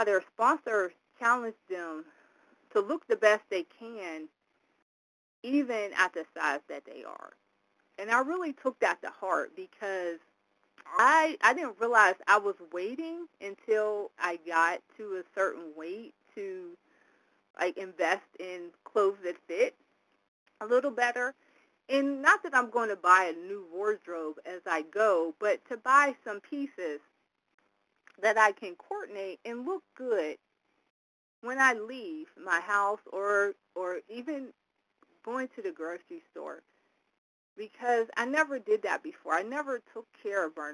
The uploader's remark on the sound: from the 100 Pounders Phone Meeting, date unknown